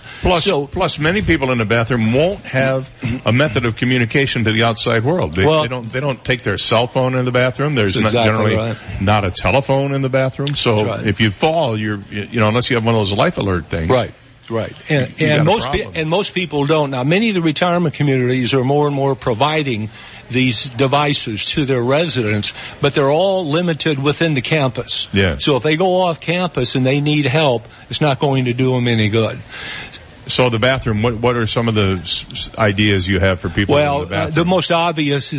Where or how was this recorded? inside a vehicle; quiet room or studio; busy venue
busy venue